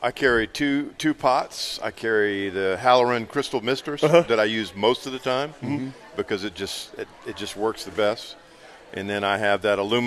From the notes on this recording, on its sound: LIVE from Hagan Ace!